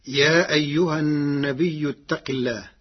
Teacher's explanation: بالهمز بعد الياء الساكنة فتصير مدا متصلا يمد قدر 6 حركات